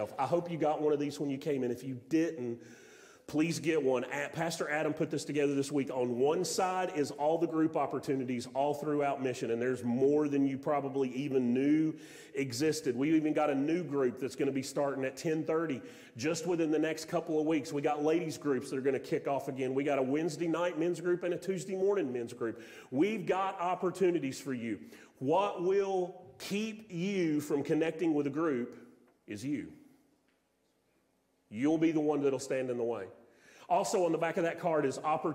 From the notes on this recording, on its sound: Sermon audio from Mission Church in Locust, NC.